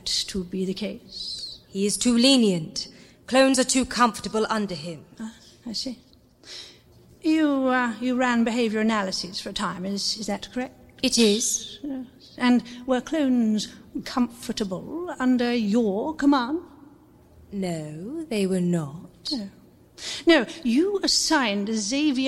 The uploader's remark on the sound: Live at PodUK. A live special recorded at PodUK 2019.